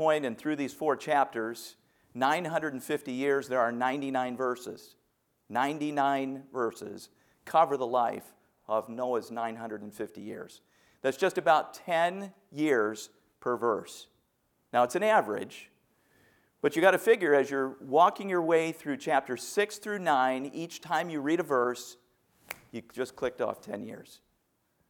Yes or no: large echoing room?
yes